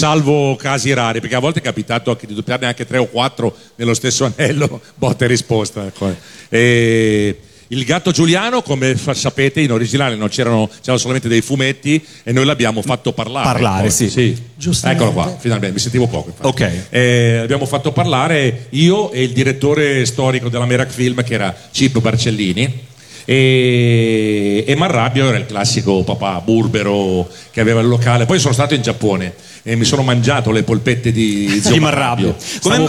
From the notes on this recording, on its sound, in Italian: Dal palco centrale di Lucca Comics & Games 2018